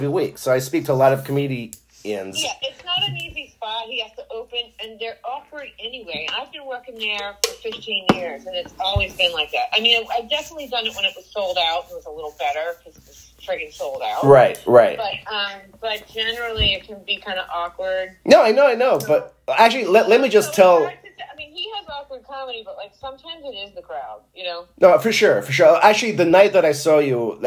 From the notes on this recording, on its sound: A phone conversation